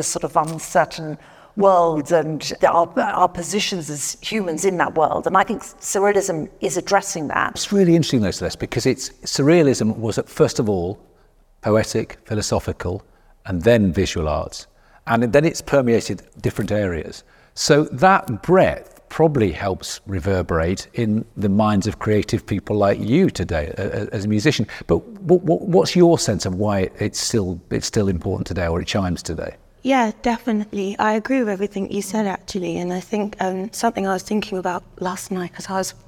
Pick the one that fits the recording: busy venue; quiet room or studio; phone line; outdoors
busy venue